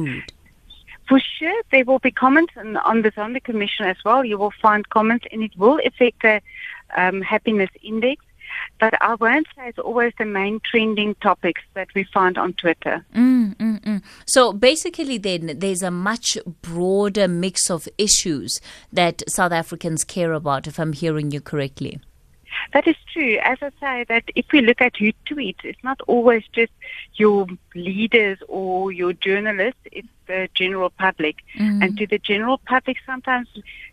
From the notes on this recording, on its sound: we are joined on the line